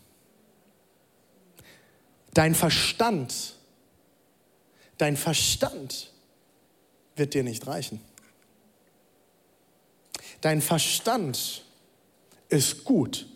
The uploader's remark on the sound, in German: Audiomitschnitt der Predigt